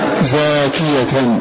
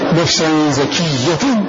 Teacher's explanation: فالمد مع ترك التشديد في الياء · Shown in: first take